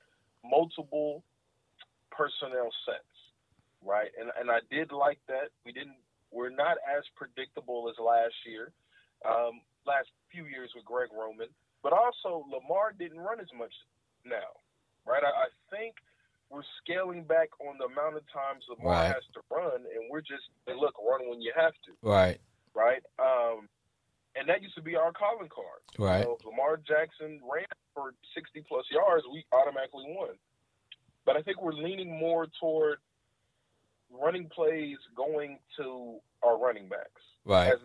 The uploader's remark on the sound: a one hour live streaming Sports Entertainment Podcast where callers get up to 2 minutes to blow off steam